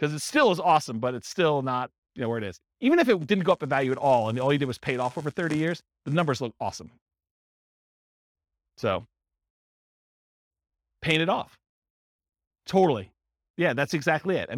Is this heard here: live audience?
yes